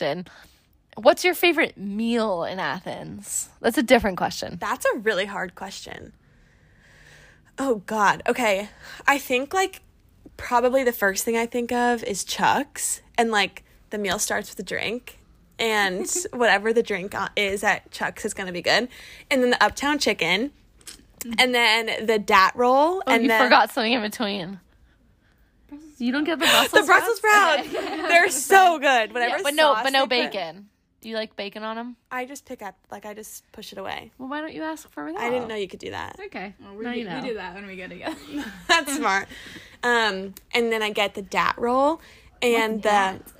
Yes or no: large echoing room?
no